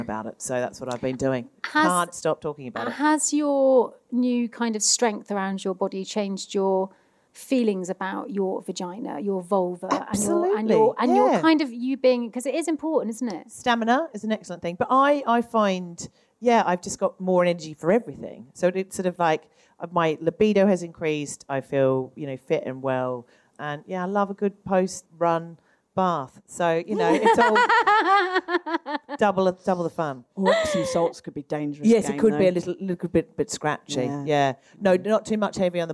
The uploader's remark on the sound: LIVE EPISODE. Live at London Podcast Festival. I also want to take a moment to thank everyone who bought tickets for the live recored event.